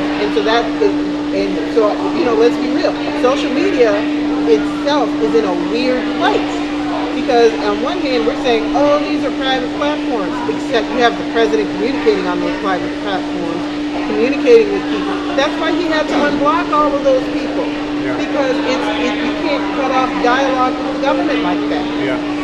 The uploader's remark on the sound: At these events, we discuss local and national news with those in attendance. This event was held at Colectivo Coffee Lakefront in Milwaukee, WI. We will work out the sound issues in the future, so we appreciate you bearing with us!